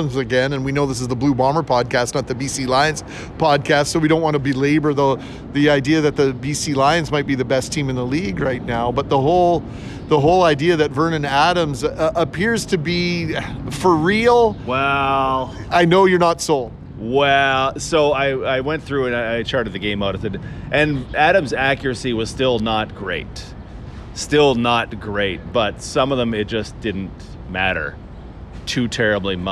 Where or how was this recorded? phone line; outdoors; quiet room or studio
outdoors